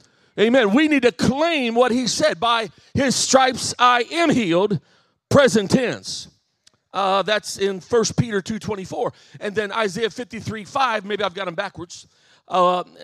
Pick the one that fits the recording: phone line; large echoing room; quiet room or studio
large echoing room